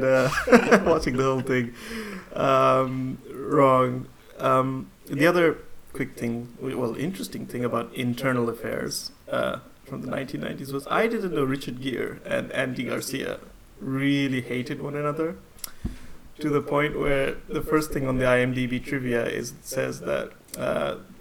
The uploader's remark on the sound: Apolgies for the occasional echo and interference, we decided to record this pod in the batcave.